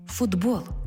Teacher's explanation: глухий «т» поруч із дзвінким «б» перетворюється на дзвінкий «д» поруч із дзвінким «б». Глухий знайшов собі дзвінку пару.